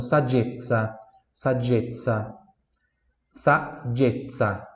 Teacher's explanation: Saggezza. Esses dois Zs aqui, Z de zebra, tem som de TS como em pizza